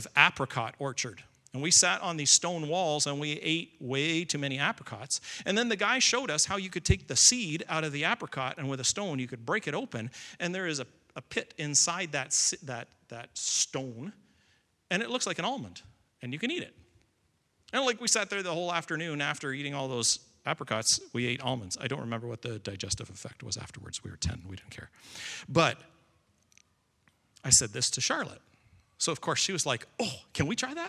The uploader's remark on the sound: Recording of Sunday morning service